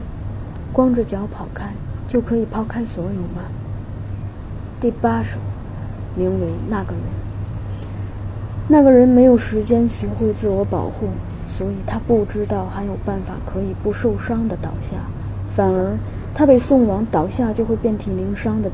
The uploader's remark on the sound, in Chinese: 本次节目是我在京都旅行时，借助便捷式录音机录的读天海祐希诗集时的一些思考（录音质量略逊）。